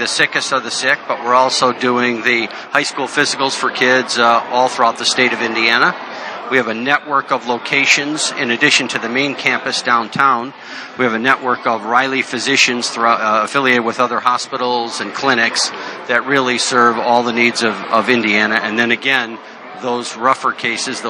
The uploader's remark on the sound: Live from the Media Days for the inaugural #SeniorLPGAChampionship at the Pete Dye course at French Lick Resort.